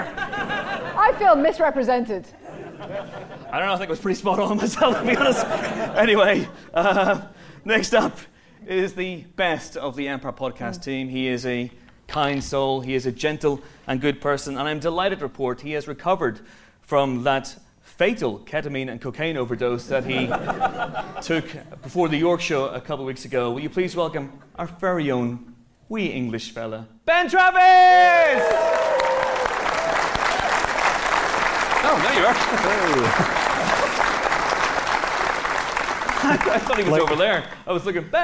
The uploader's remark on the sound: (live in Belfast). The Empire Podcast mini-tour rocks up for its final show as part of the Cinemagic Film Festival in Belfast.